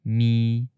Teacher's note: The whole syllable, including the vowel, sounds nasal. So keep that humming going all the way through the vowel.